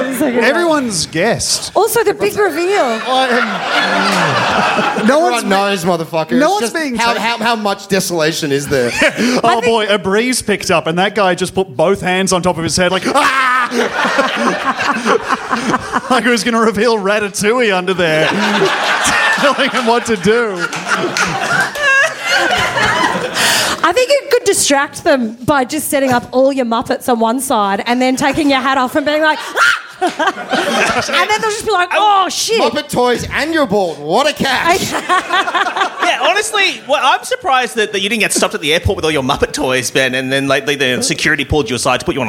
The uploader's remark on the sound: Recorded Live at Improv Theatre Sydney.